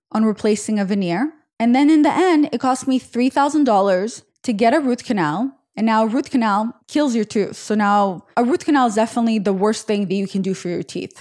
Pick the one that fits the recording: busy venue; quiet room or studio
quiet room or studio